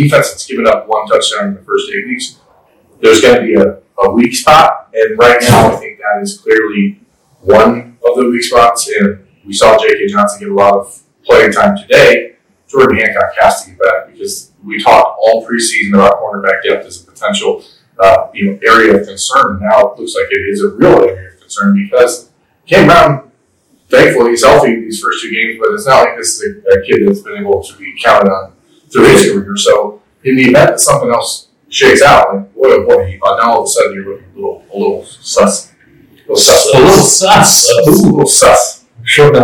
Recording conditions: poor sound quality